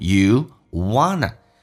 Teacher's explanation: NT 组合一般用 N 连音叫 you wanna